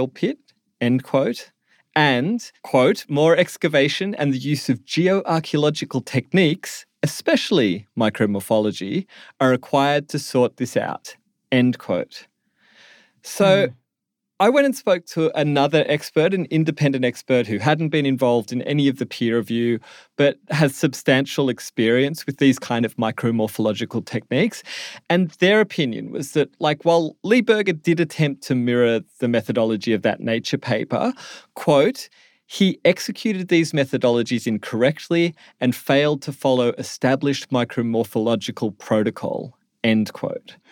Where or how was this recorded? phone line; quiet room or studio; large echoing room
quiet room or studio